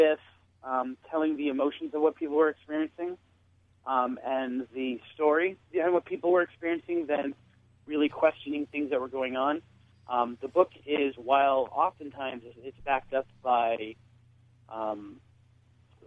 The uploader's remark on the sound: Joins us on the phone as we conduct our annual look into the Bridgewater Triangle, with numerous paranormal groups and investigators positioned out in the field and checking in with us periodically.